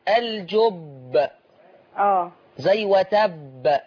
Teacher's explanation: حرف القلقلة لما نقف عليه مش الباء دي من حروف القلقلة لما يبقى مشدد في أعلى درجاته